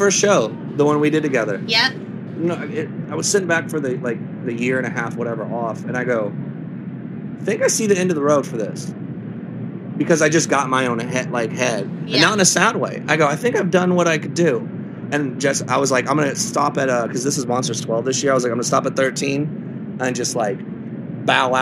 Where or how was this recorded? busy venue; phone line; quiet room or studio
busy venue